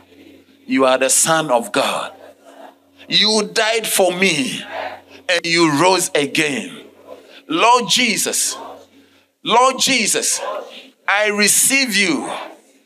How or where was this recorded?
large echoing room